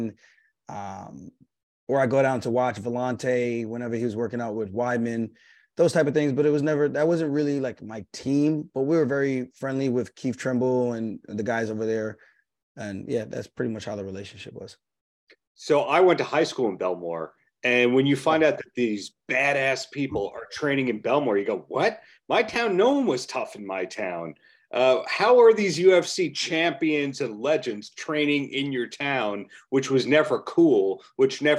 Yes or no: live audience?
no